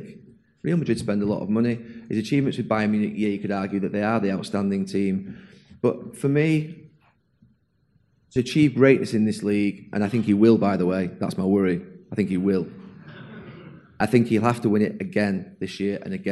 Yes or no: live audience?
yes